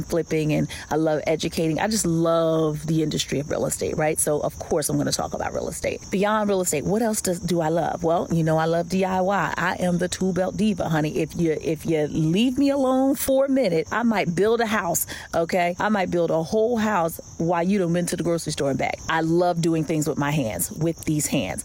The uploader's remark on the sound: Here I am...getting started, spontaneously, while sitting in my mother's backyard, after my morning devotional, with birds chirping, and only the voice memo on my phone to record.